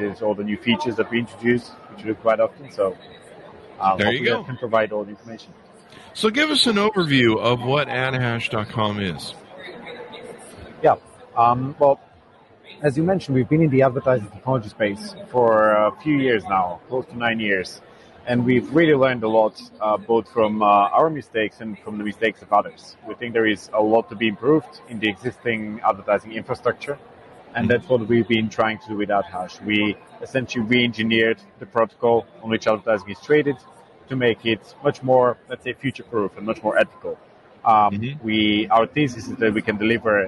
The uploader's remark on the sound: At Collision Conference 2022